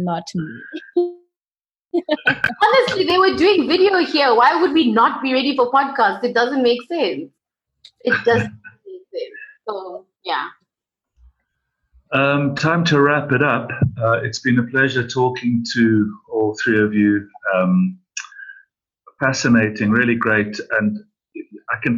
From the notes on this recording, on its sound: Africa Podfest virtual panel discussion. A virtual panel discussion arranged by Africa Podfest.